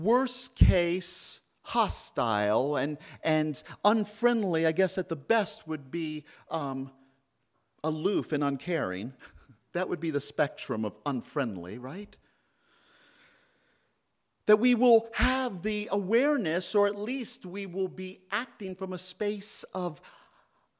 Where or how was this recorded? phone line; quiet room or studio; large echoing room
large echoing room